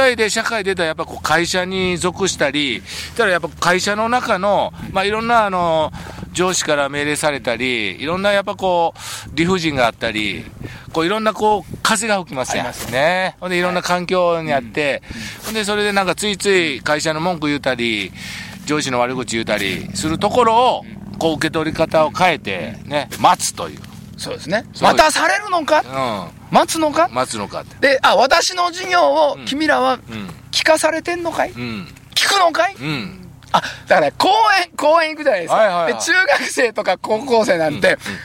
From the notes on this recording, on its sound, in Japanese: 長野県ビーナスラインの霧ヶ峰高原にて。バイクツーリングをして青空対談収録を開催いたしました。